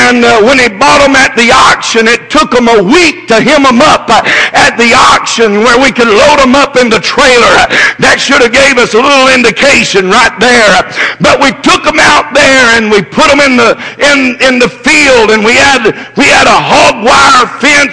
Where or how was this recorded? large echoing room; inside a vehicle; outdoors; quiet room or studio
large echoing room